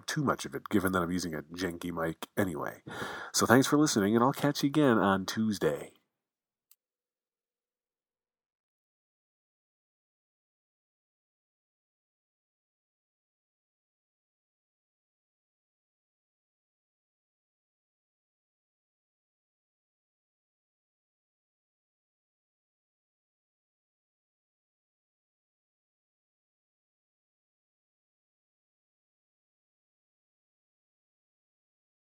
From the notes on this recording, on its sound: In Arizona. This episode was recorded outside.